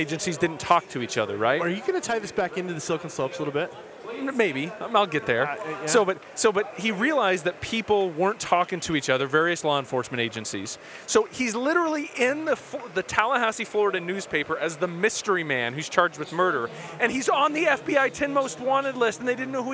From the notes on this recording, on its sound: We're here at our second Silicon Slopes event